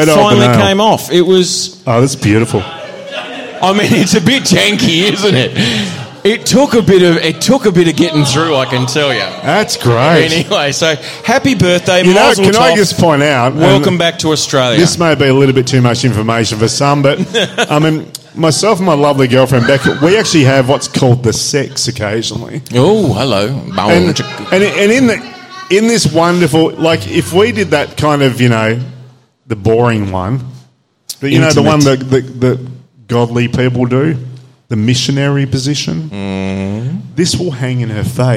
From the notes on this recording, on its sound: Live Show. With a kickass live audience.